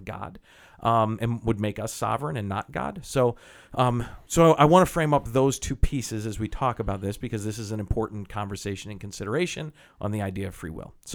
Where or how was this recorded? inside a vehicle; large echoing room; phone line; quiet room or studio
quiet room or studio